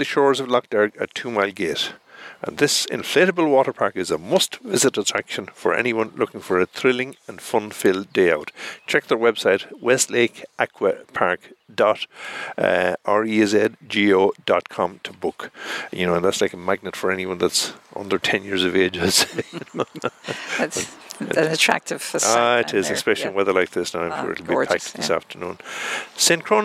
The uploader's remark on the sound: Broadcast live from the Killaloe Hotel and Spa.